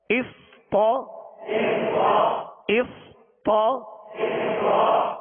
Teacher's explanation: اس صاد میں سیٹی کی آواز پیدا ہوگی اور صاد کو پر پڑھیں گے اور صاد ساکن ہے سکون ہلنے نہ پائے اس پا زبر